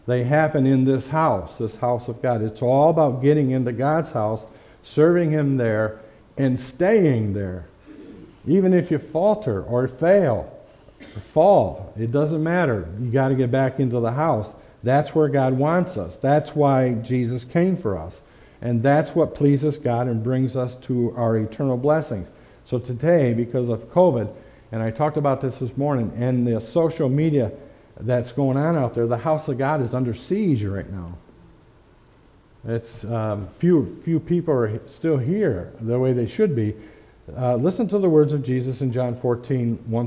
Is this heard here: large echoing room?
yes